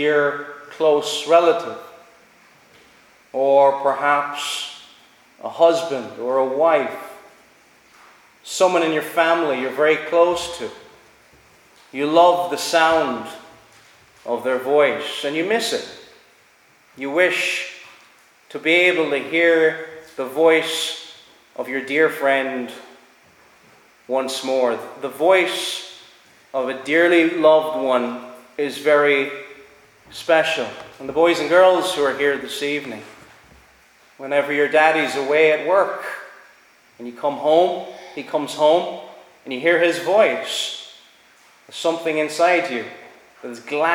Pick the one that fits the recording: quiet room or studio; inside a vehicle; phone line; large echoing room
large echoing room